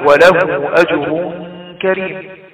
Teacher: مد الصلة الكبرى وهو يحدث عندما يأتي بعد هاء الضمير همزة، ويمد ومقدار مد يعني 2 أو 4 أو 6 حركات